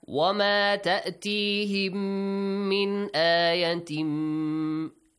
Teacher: Again, merging, and also nasal sound, also an extension for two counts or two beats.